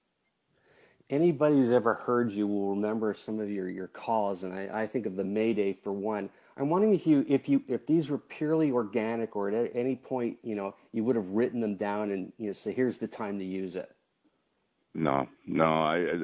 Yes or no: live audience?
no